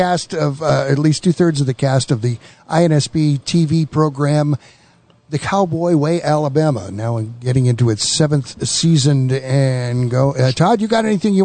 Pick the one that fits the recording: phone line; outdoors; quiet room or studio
phone line